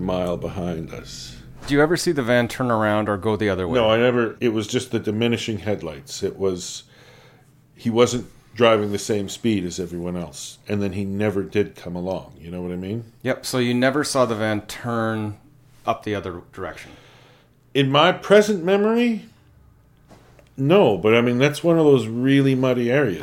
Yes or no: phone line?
no